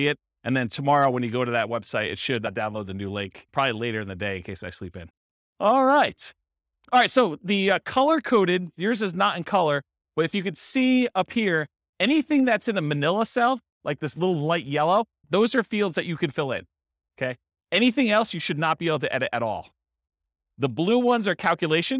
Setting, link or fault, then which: setting, live audience